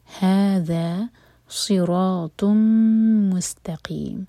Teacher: تو مد عارض لسکون ھذا صراط مستقیم سو میک شیور کہ صاد ہیوی ہو را ہیوی ہو اور طا ہیوی اور آگے میم پر غنہ صراط مستقیم سین ساکن پر سیری